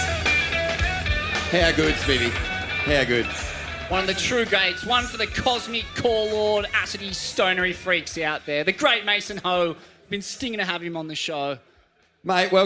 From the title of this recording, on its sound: Retirement Party LIVE from Torquay